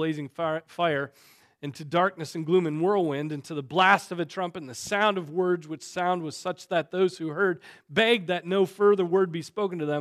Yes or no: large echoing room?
yes